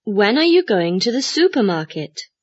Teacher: When we ask a WH question, our voice usually falls at the end of the question. · Term: Asking WH questions